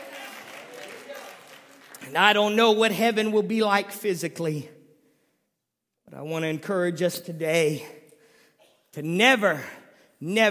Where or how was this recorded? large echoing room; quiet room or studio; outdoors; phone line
large echoing room